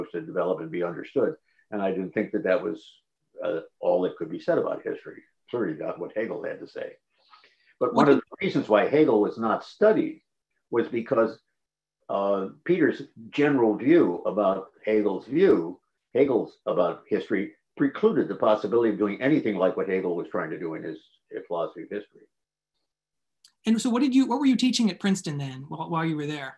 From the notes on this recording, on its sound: This event is presented by the Lumen Christi Institute Forum on the Church in Higher Education as part of its Liberal Arts Colloquium. This event was presented as a live webinar.